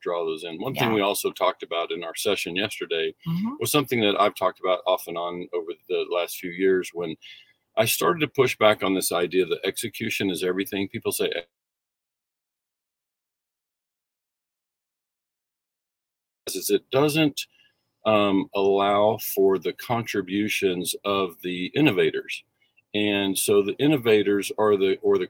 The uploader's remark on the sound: We're live from the parking lot in Sin City! So, we'll broadcast from the car right before stepping into an important executive meeting.